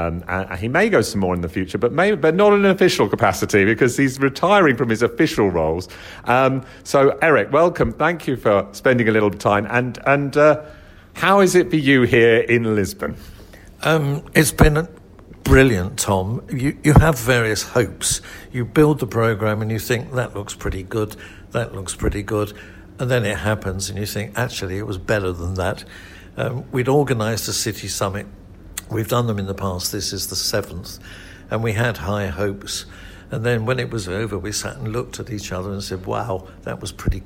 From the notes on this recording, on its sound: Recorded at ITS Europe in Lisbon